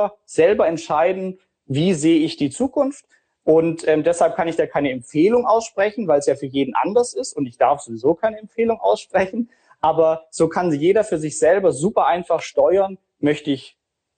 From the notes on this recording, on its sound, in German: Er hat das Live-Event für und mit vielen Freunden und Bekannten organisiert.